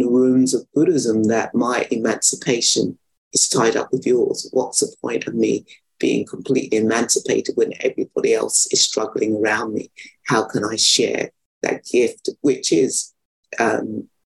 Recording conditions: video call